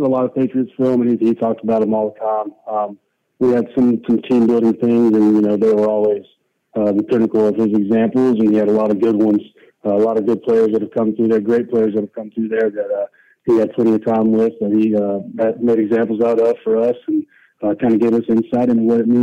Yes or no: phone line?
yes